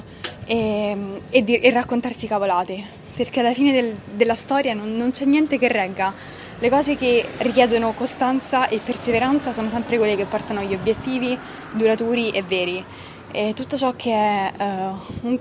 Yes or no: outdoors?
yes